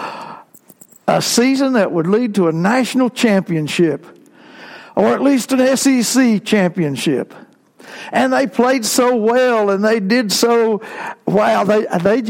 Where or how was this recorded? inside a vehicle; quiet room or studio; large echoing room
large echoing room